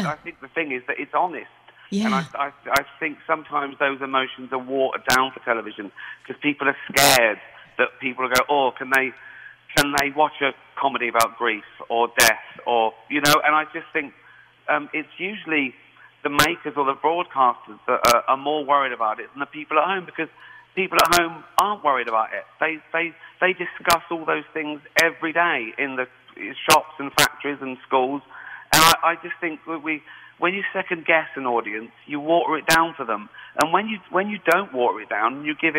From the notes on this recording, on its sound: on the phone with the big show during our interview